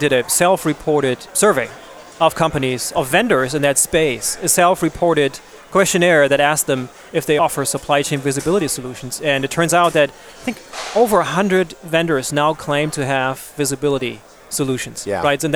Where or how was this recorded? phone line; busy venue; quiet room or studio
busy venue